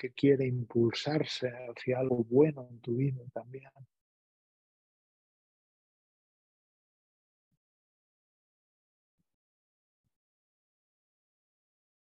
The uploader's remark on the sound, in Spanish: Esta meditación es una grabación de un encuentro online en vivo.